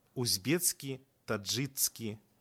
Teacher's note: У геаграфічных назвах і назвах народаў зычны гук к перад суфіксальным спалучэннем с к вымаўляецца як цк